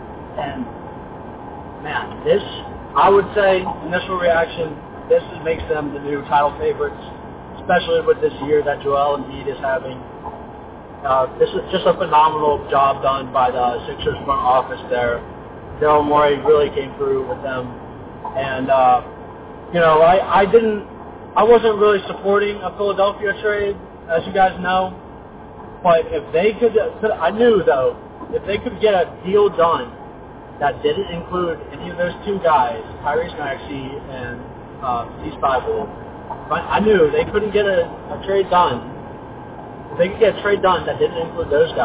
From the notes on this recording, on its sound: Audio quality is a little rough on this one